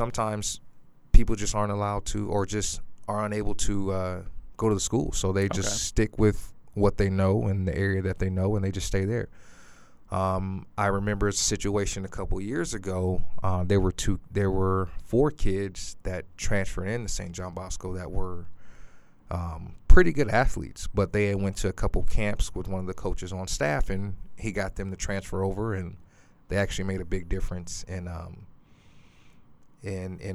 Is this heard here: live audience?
no